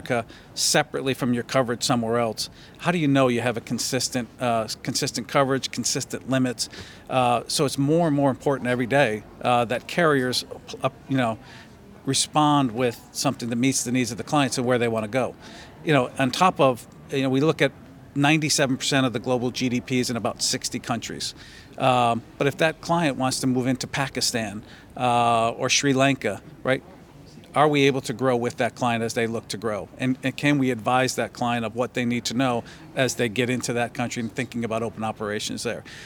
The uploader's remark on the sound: at Riskworld, the RIMS 2023 annual conference